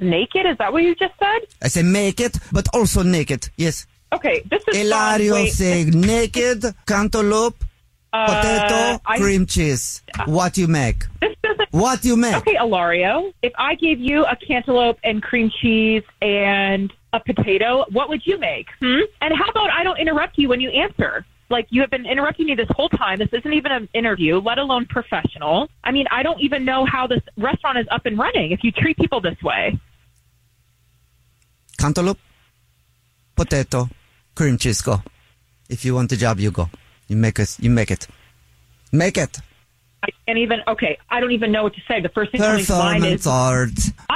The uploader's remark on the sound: phone prank style